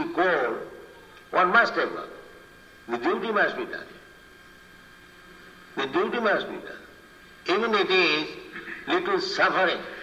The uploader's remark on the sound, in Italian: in diretta dal Tempio di Villa Vrindavana